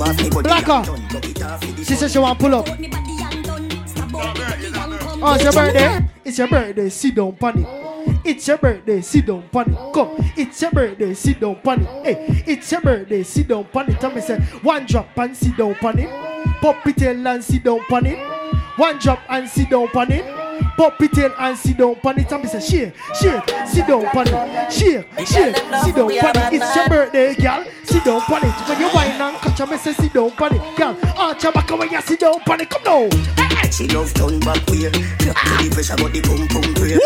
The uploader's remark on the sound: Live Audio Recording From RecklessLDN Free Party